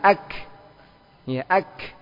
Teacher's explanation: Ya, mati suaranya. Tapi nafas mengalir. · Term: hams